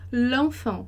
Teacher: A élision é quando a gente come a vogal E para unir ali e coloca um apóstrofo no lugar do E, tá?